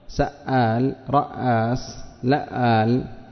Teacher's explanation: فالهمزتان موجودتان، لم تبدلا، إنما أدغمت الأولى في الثانية. ولهذا قال وهذا الموضع ليس فيه إبدال كما ترى، وإنما ذكر تكميلا للقسمة، ذكر تكميلا للقسمة.